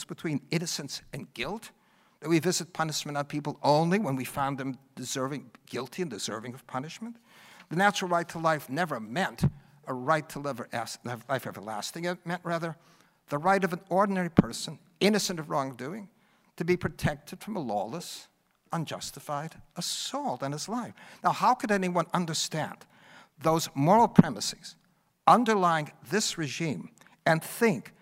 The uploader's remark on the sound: NatCon 3 Miami. Address at the Miami National Conservatism Conference.